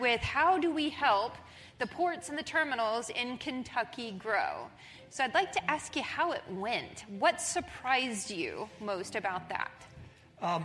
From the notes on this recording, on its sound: This month we were pleased to share our message with a live audience at the IRPT 2023 Annual Conference.